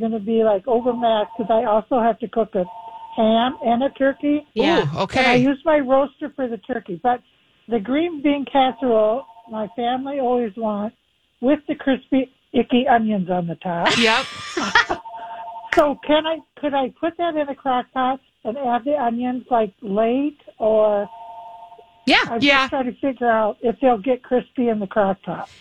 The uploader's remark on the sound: The phone line opens for Dishers to ask for advice.